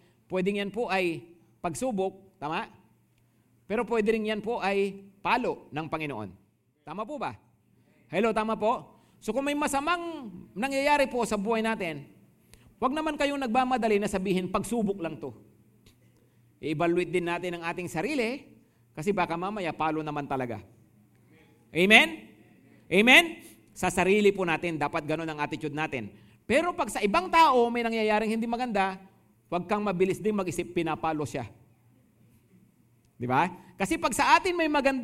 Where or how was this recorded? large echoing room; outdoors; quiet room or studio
large echoing room